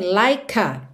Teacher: Like, na verdade, termina em E, mas esse E não é pronunciado. Então, em termos de som, essa palavra termina no K, você já liga no A